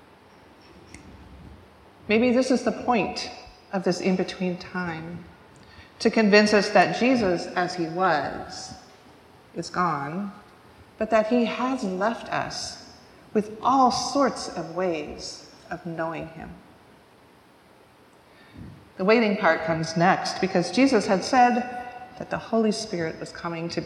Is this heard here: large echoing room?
yes